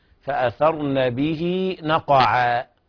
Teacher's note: فأثرن، نخرج طرف اللسان في الثاء، فأثرن به نقعا، ونشبع الهاء بمقدار حركتين، فأثرن به نقعا بهذه الطريقة، ونقلقل القاف ونرقق العين بعدها.